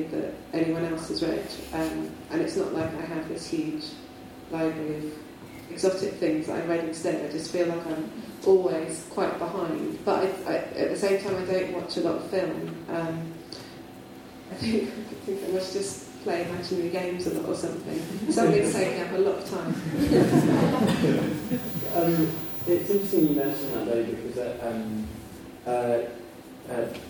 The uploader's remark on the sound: A Worlds Literature Festival event.